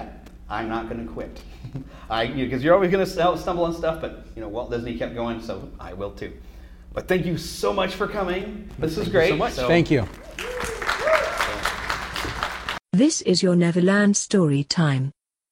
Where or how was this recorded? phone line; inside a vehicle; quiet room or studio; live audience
live audience